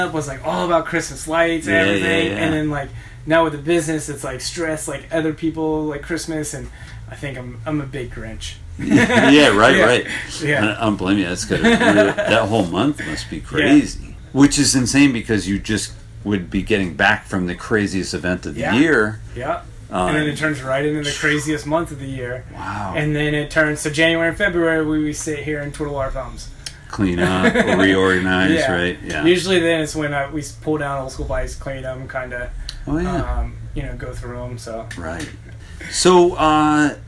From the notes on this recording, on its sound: The Powers Bike Shop episode was recorded at the DIY World Championships in Richmond, VA at Powers Bike Shop.